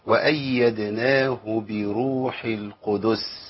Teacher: الضغط هنا على الدال